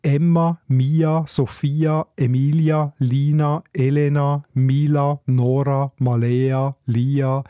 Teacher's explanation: sie sind vokalisch, sie sind weich. Sie haben keine harten Konsonanten, kein P, kein T, kein K zum Beispiel.